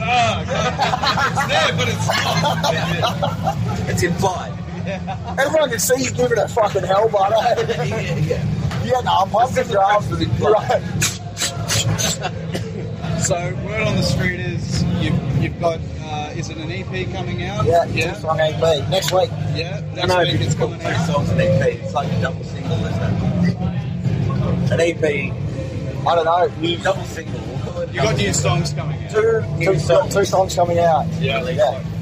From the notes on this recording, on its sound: I couldn't get them in the studio but this is exactly why the live format has come into play. The audio does get a little dicey here and there and towards the end the next band starts playing but hey, that's being live for you (also recording off a phone lel).